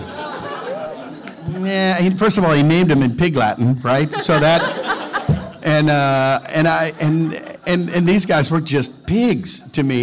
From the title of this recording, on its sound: Panel From Pensacon 2016